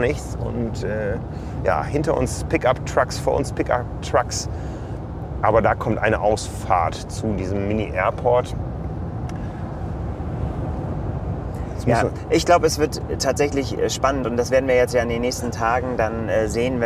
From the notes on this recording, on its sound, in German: Mit dem Auto durch die Wüste Utahs. Da müssen Zeitfenster effizient genutzt werden – zum Beispiel für eine Podcast-Aufnahme im Auto auf dem Weg zum Schwimmstart. Unsere Eindrücke, quasi live aus Utah.